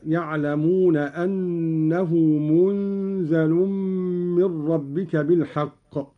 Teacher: قرأ قالون بإسكان النون وتخفيف الزاي مع ملاحظة إخفاء النون عند الزاي والغنة: هكذا يعلمون أنه منزل من ربك بالحق.